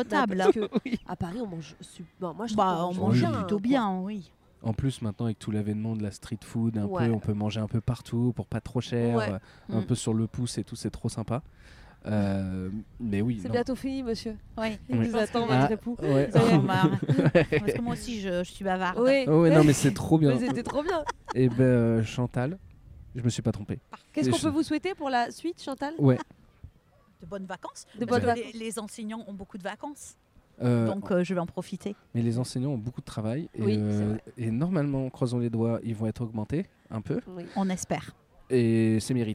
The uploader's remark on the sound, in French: À la Tour Eiffel. Le podcast sauvage est un enregistrement dans un lieu public sans demander d'autorisation. Le principe est simple : inviter des passants, des inconnus à participer avec nous.